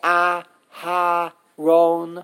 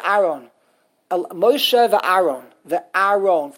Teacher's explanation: They completely omit the hay. · Shown in: second take